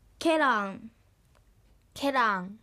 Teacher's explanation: この言葉はアクセントの例外で第一音節のケが高く発音されます